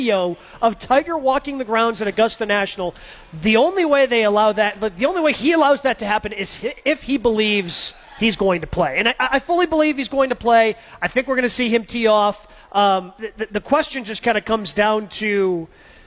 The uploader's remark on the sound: Masters preview live from Fairways of Woodside.